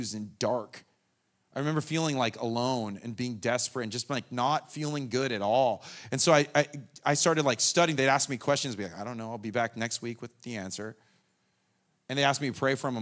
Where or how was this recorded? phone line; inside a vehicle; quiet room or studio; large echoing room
large echoing room